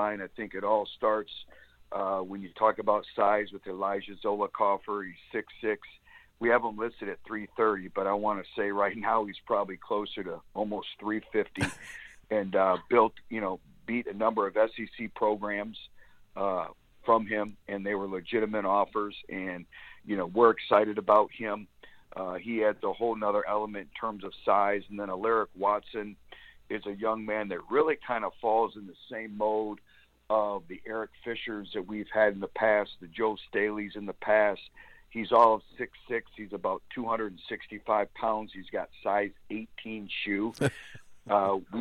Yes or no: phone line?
yes